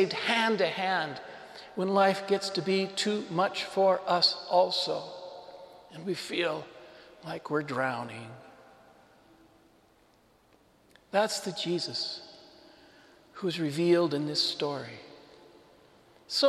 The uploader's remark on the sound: This homily was delivered to the Saint Francis Catholic Community in Cuenca, Ecuador.